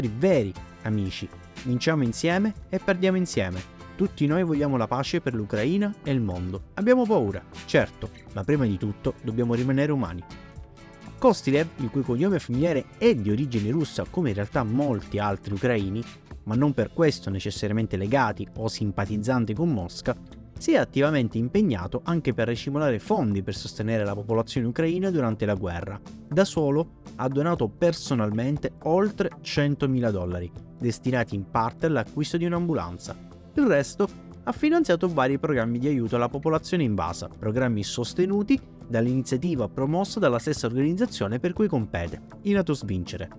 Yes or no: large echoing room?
no